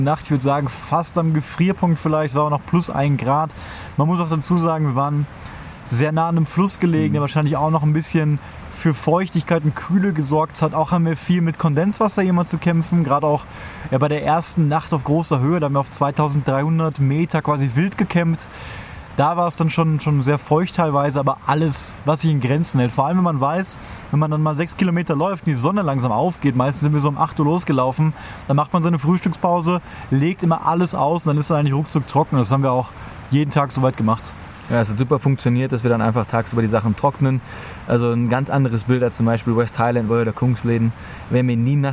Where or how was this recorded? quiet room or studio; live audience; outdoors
outdoors